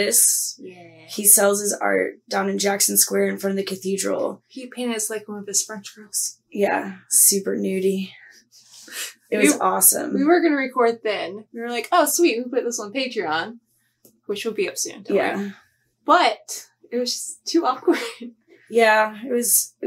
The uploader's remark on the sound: our low budget quality audio